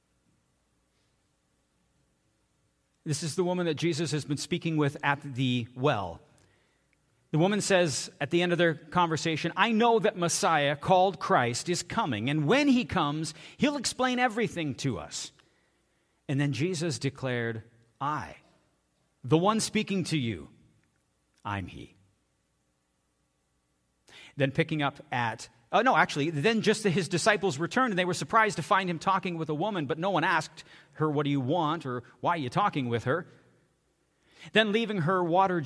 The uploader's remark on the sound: Sunday sermon at FBC Charlottetown PEI Canada.